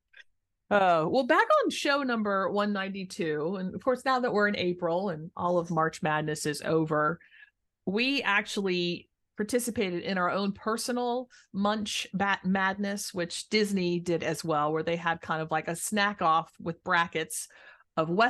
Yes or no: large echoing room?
no